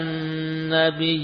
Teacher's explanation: demikian tertulis ya-nya satu, ya, namun dibaca panjang yina